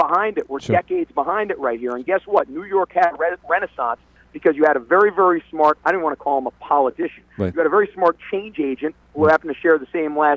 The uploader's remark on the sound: A woman called in frustrated about mental health options for her adult children.